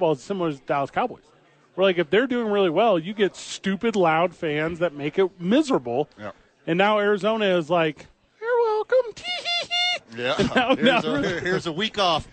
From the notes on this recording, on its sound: The bois are live from Howie's.